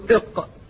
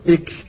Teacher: اللسان، منبت اللسان، وهذا مكان فيه مخرجان، مخرج القاف ومخرج الكاف، فالقاف إلى جهة الحنك الأعلى والكاف إلى أسفل